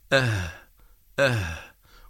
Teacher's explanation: والهاء تخرج من أقصى الحلق باهتزاز الوترين وعدم انقفالهما، لكن بقربهما من بعضهما، فنقول أه أه، وهنا لا بد من تقارب الوترين. · Term: حرف الهاء